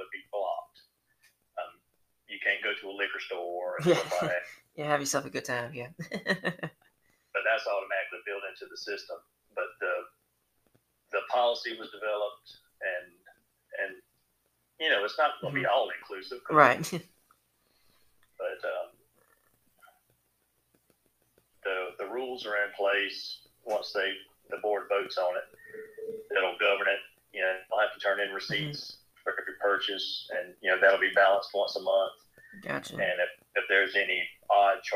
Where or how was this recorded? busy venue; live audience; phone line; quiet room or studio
phone line